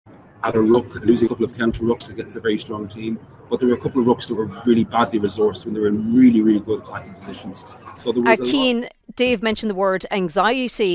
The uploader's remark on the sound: The Left Wing LIVE. Live from the Stade de France.